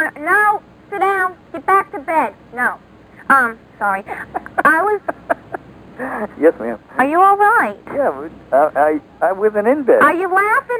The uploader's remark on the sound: Prank Phone Calls